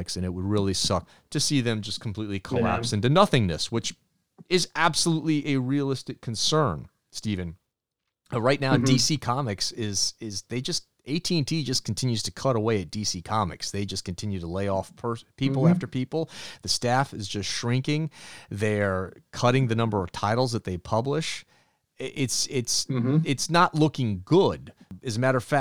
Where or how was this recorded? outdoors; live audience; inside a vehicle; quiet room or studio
quiet room or studio